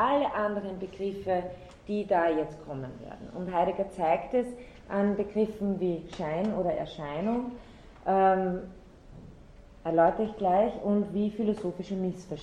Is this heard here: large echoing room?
yes